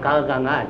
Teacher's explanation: 那我们现在讲嘎嘎嘎嘎，这是舌根音